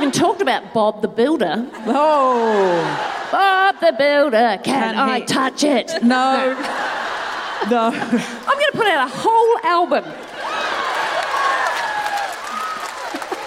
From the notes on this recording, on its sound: Recorded 20 February 2020 at the TSB Arena in Wellington.